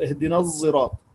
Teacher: أشم الصاد صوت الزاي، أشمها صوت الزاي لأن الزاي تؤاخي السين في الصفير وتؤاخي الطاء في الجهر. إذن الزاي تؤاخي السين في صفة الصفير، حروف الصفير الصاد والزاي والسين، فتشم الصاد صوت الزاي. · Term: الإشمام